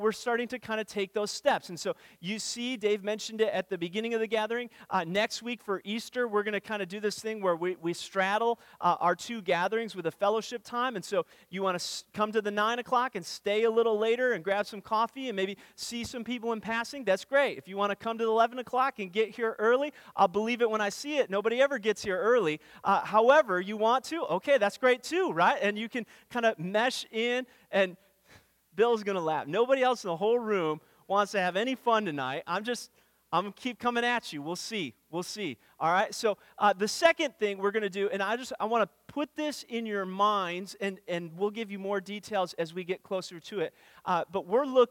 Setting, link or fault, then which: setting, large echoing room